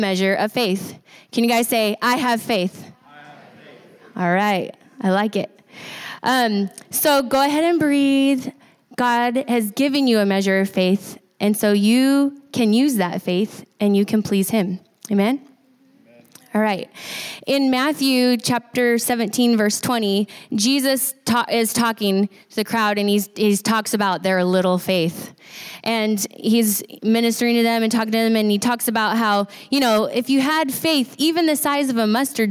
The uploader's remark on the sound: recorded on Sunday, May 12, 2019, during service at The Anchor Church in Rockport, Maine